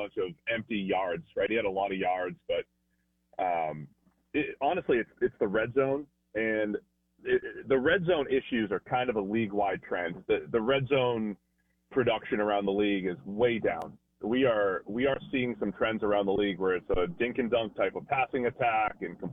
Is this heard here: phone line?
yes